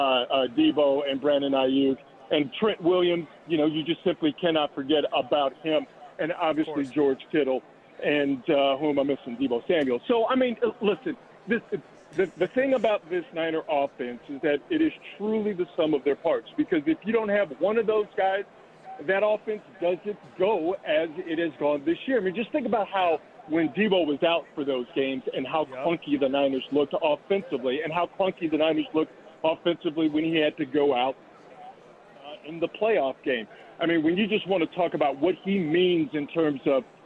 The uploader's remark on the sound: The Radio Row festivities continue live from Las Vegas